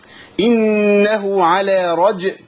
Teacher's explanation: خد بالك الجيم الساكنه لازم تقلقلها · Term: القلقله